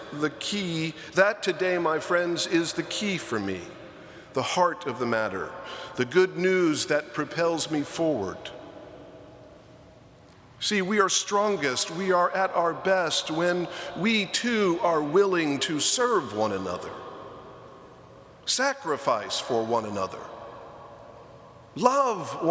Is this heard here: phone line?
no